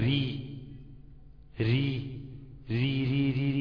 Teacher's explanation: اللسان مستفل، منطقة أقصى لسان مستفل · Term: الراء المرققة